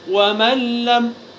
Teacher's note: فالنون الساكنة إذا جاء بعدها حرف اللام تدغم فيه، فيصير هذا الحرف أي حرف اللام حرفا مشددا، وتذهب الغنة بالكلية، فلا يصير للغنة أثر أبدا. · Term: إدغام بغير غنة